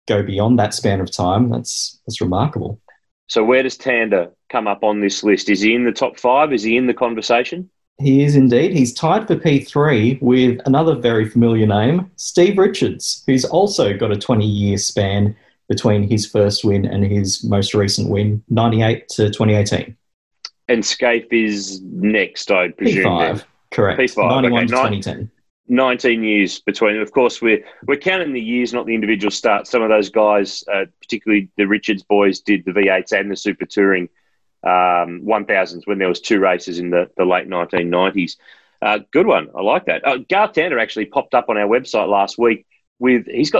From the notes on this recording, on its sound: recorded over Zoom